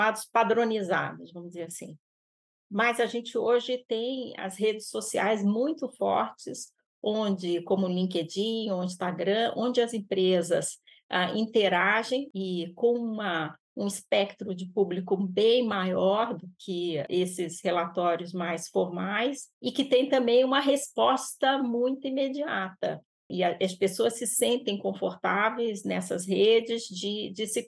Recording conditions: video call